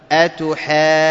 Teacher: مع تشديد النون ومعها الغنة